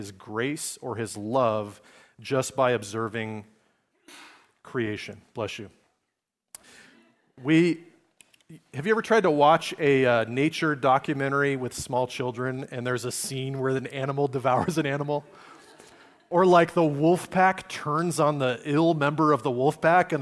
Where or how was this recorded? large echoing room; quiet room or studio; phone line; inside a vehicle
large echoing room